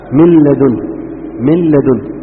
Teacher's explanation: ميم بعدها لام مشددة مباشرة، النون لا تذكر لا ذاتا ولا صفة · Term: إدغام كامل